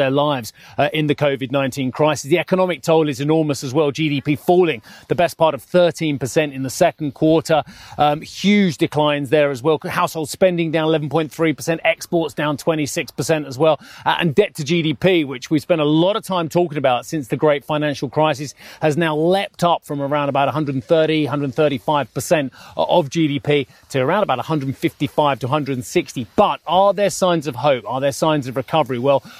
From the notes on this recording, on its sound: We are live at the Ambrosetti Forum on Lake Como where the mood among attendees remains cautious amid the market turbulence.